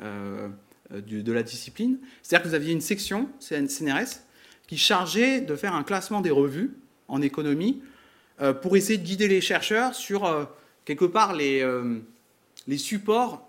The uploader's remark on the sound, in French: Conférence donnée à Grenoble le 13/05/2022